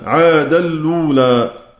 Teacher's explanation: نافع أبو عمرو يقرآن بإدغام التنوين في اللام بعد نقل حركة الهمزة إلى اللام